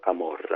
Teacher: è la vocale etimologica chiusa del napoletano che è stata presa in prestito come aperta nell'italiano camorra